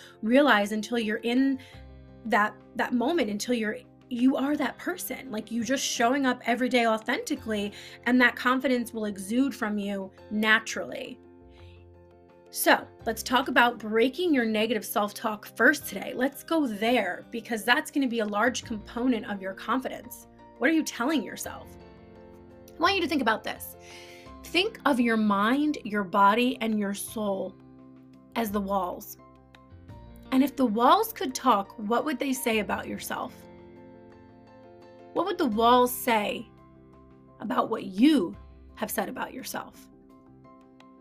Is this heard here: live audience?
no